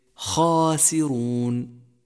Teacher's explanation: الألف تتبع ما قبلها فتفخم بعد المفخم وترقق بعد المرقق. تأمل تفخيم الألف في لفظك خاسرون، فخمت لمجيئها بعد حرف مفخم